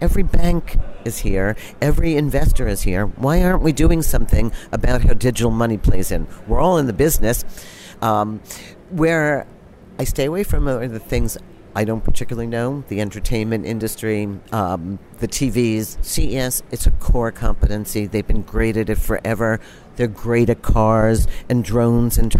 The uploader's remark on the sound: The Tech Cat Live From CTA'S Innovate! and Celebrate 2016.